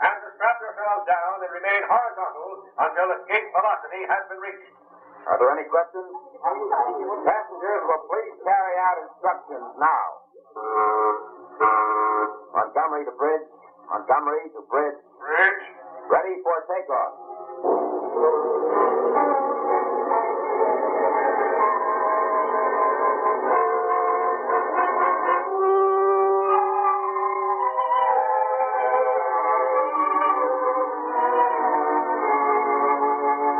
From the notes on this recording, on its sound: Audio quality is low on this one.